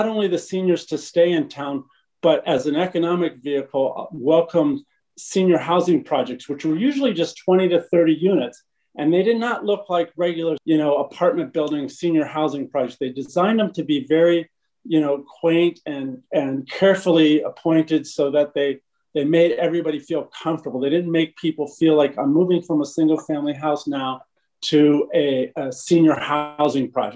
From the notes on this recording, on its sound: We partnered with the Rural America Chamber of Commerce to host a live virtual event, bringing some of these problem-solvers together.